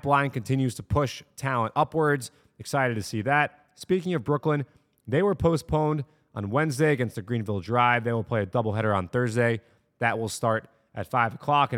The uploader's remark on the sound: record in Citi Field